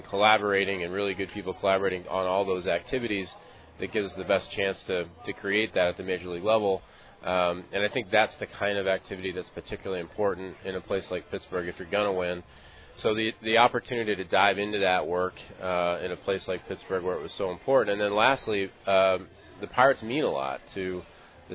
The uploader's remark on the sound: LIVE from PiratesFest Saturday morning at PNC Park